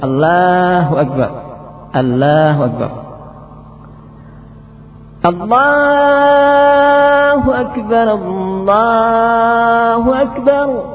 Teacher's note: Jadi dibaca A, bukan O, tapi dibaca A. · Term: menipiskan lafaz Allah